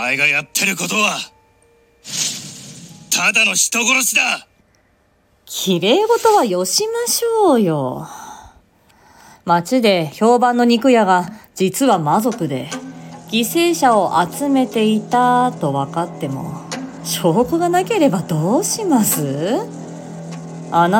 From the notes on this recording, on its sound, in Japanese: IPadとiPhoneでアナログ直録りしてみましたー。コラボ収録。